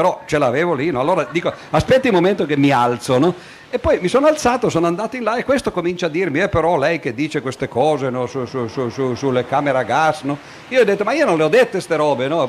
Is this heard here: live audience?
yes